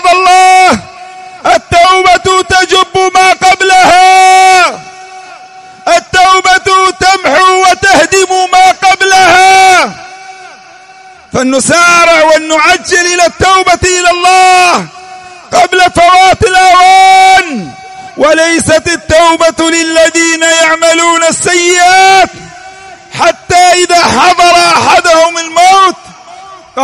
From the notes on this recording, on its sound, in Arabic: سجلت هذه الخطبة في *مسجد الإمام الوادعي* رحمه الله *بالديس الشرقية.